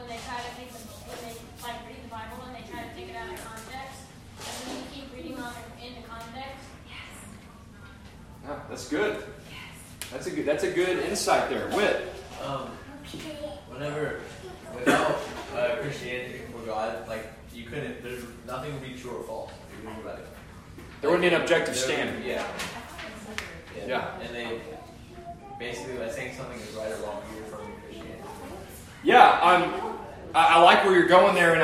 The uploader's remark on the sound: This presentation was delivered as a mock lecture to the Atheists and Agnostics Students Society of the University of Louisville